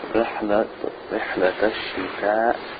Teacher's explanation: The ha has a little bit more air in its makhraj